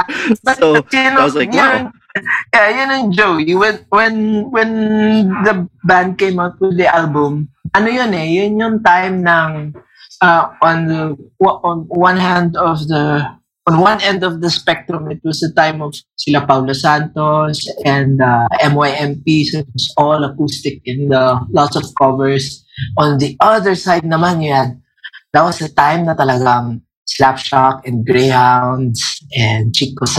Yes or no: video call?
yes